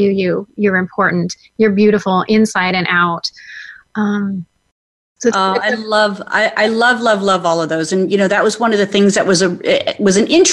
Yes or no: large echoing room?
no